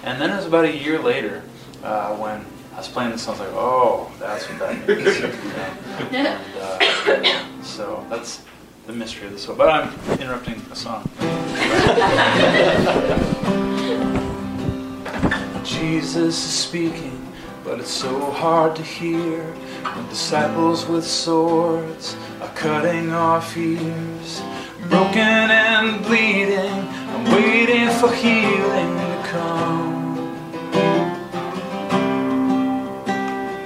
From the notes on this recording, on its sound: Recorded at Hutchmoot 2012.